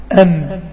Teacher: ها لو جينا نبص، لو جينا نبص للنطق، هنلاقي احنا عندنا النون الساكنه بتخرج من طرف اللسان مع اللثه العليا